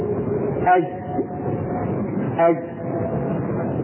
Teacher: عندما نسكن الجيم وندخل عليه همزة ينقطع الصوت وينحبس · Term: الشدة